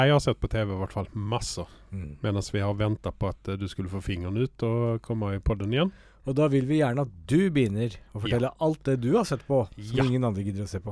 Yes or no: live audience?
no